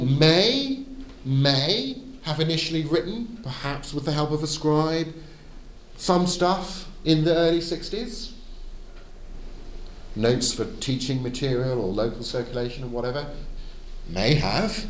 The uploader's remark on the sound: Edited audio of my talk at the Advanced Apologetics Network at the 2022 European Leadership Forum in Poland